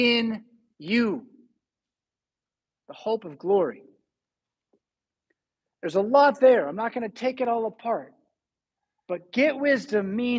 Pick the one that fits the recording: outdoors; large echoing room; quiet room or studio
large echoing room